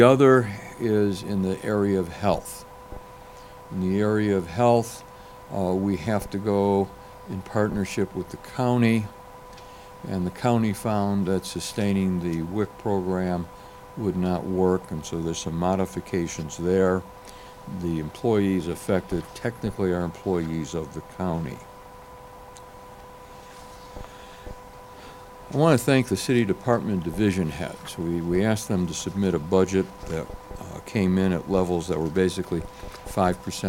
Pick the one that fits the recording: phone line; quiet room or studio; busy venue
busy venue